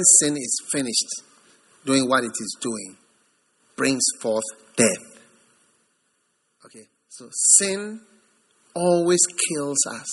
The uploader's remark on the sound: Preached at the First Love Center, Accra.